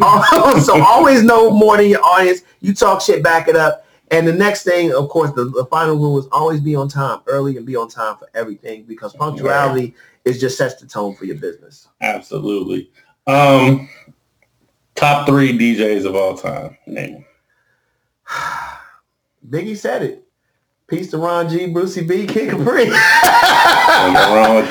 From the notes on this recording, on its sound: Excuse the audio. Tried something new but I’m going back to the old way.